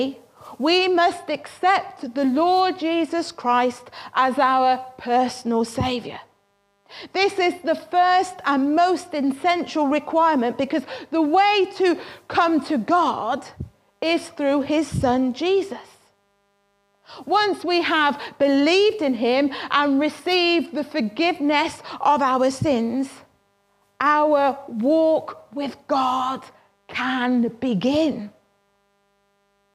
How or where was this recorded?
large echoing room